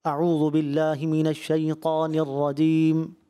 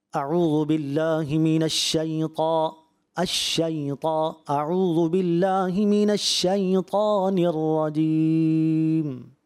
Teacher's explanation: ایک ہے اعوذ باللہ من الشیطان الرجیم، اب شین تو پڑھ دیا لیکن اتنا معمولی پڑھا کہ واضح ہی نہیں ہوا، جو صفت تفشی تھی وہ ادا ہی نہیں ہوئی · Shown in: first take